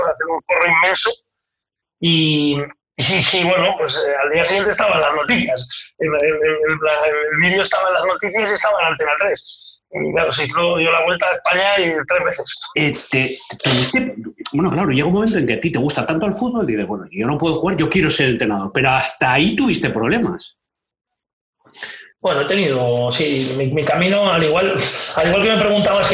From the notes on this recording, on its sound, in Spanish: Y lo cuenta desde su cocina, porque este Podcast está grabado en pleno confinamiento por el Covid-19. Y por eso la calidad del sonido no es la más adecuada para un Podcast, pero así es como había que seguir dando pasos adelante.